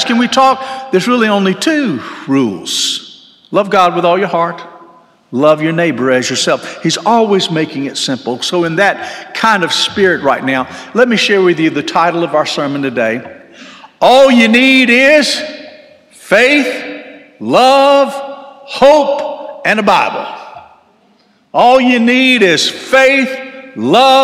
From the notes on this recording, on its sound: This sermon was delivered on March 12, 2023 at First Baptist Church Hendersonville, NC.